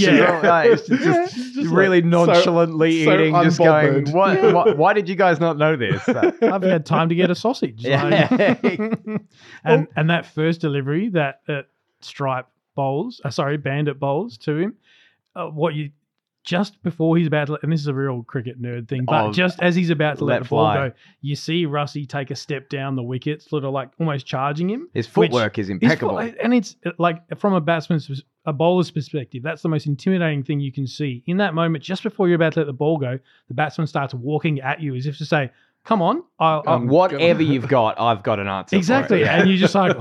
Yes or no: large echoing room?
no